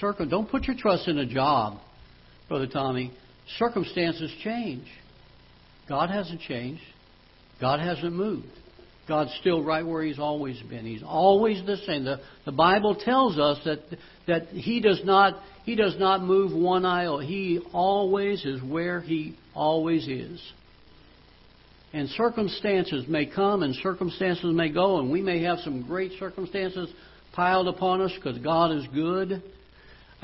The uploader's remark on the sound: Ketha Heights Baptist Church ~ Live Broadcast